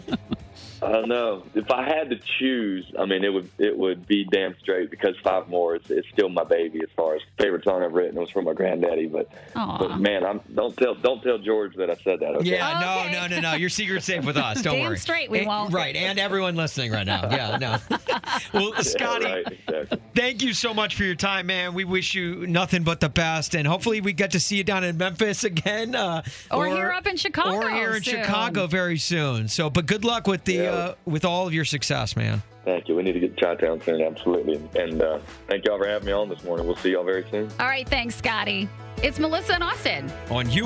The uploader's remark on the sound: called